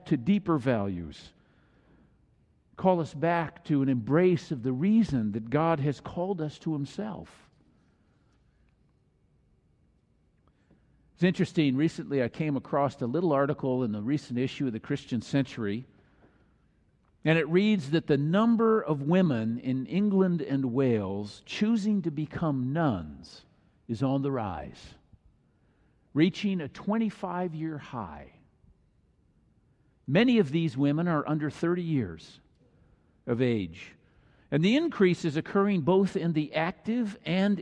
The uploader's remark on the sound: Messsage delivered during the Traditional Worship service.